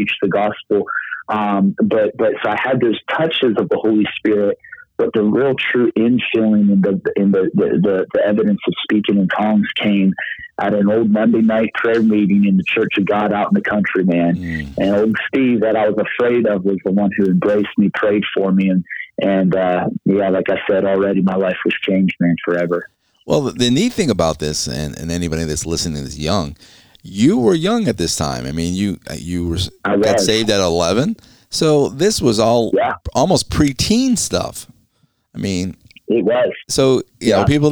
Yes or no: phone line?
yes